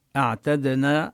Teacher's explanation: أعتدنا نقلقل الدال، والعين هي ليست لا من حروف الرخاوة ولا من حروف الشدة، هي بين الحرفين بين الصفتين الشدة والرخاوة.